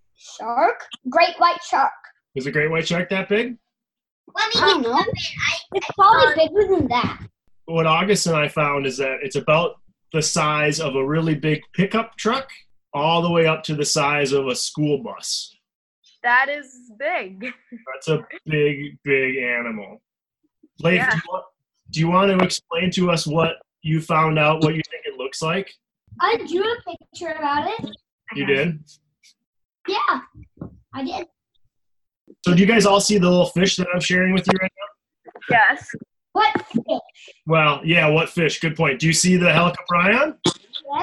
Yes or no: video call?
yes